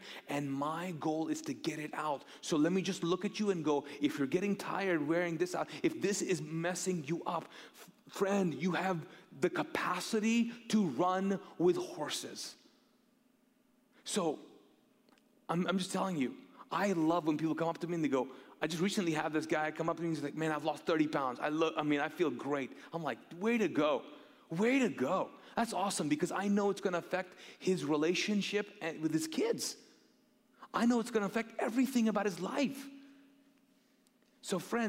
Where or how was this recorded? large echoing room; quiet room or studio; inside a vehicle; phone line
large echoing room